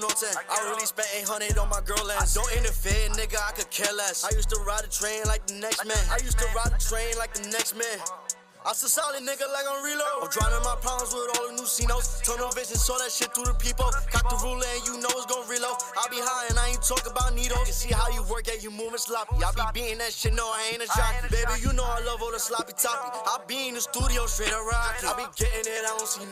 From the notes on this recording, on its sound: live at the Military Grind Ten Tape Concert